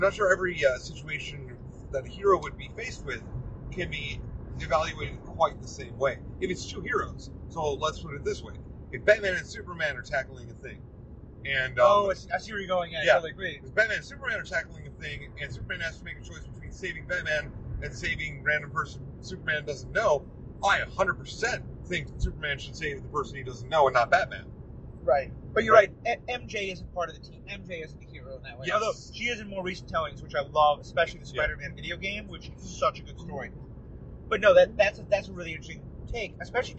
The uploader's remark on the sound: On our drive back from Cleveland, we once again took advantage of the drive to bring you a car talk episode, recorded on a phone in a car.